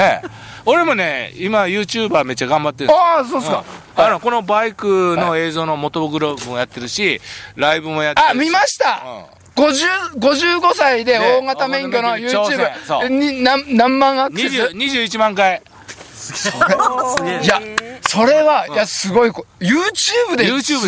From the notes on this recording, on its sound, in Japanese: 長野県ビーナスラインの霧ヶ峰高原にて。バイクツーリングをして青空対談収録を開催いたしました。